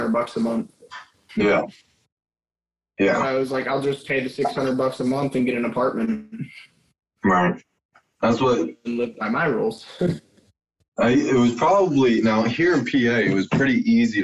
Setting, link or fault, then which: fault, poor sound quality